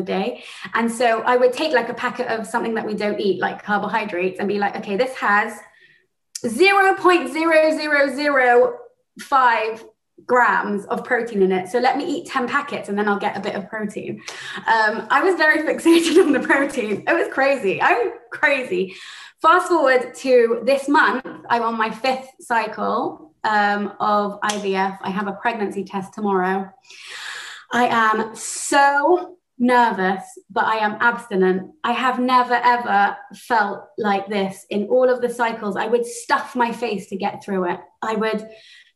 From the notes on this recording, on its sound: She spoke Spoke at the Without Exception European Zoom Meeting.